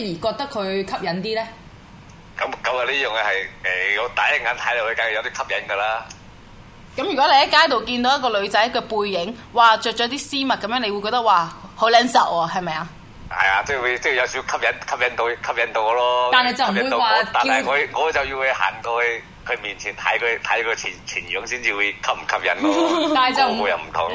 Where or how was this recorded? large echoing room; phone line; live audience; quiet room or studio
phone line